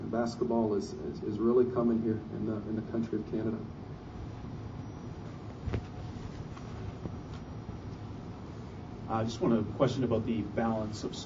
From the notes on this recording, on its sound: Canada Basketball post game press conference. Met post-game with the media.